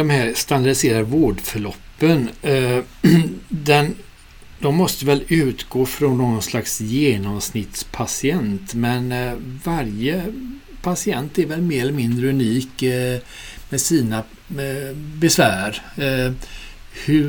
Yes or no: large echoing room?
no